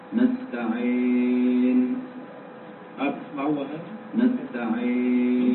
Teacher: أخطاء تقع عند نطق الياء المادية. أولا خلط صوتها بشيء من صوت الأليف، وذلك بسبب عدم رفع وسط اللسان بالمقدار المطلوب عند نطق الياء. نحو نستعين.